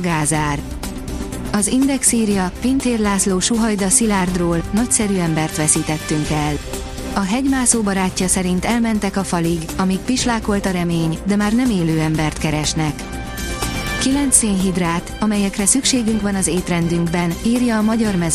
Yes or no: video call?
no